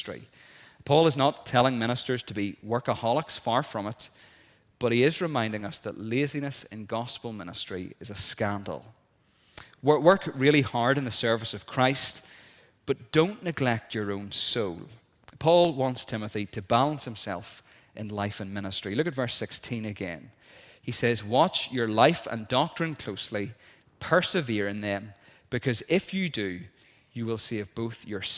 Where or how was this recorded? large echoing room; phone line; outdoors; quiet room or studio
large echoing room